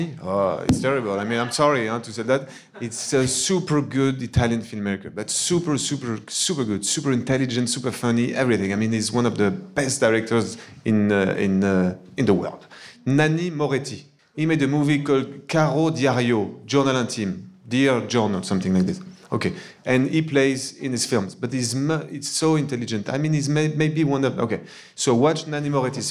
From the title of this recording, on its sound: NYFF Live Filmmakers Chat 2018